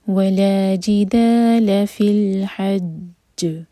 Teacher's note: اب جیم پر ہے شدہ، یہاں رکیں گے تو دو سکون والے جیم آ جائیں گے. حج اور جیم جو ہے قلقلہ والا لیٹر ہے، یعنی کہ ہم نے باؤنس کرنا ہے اس کو. تو دو جیم ظاہر کر کے پھر ہم قلقلہ کریں گے.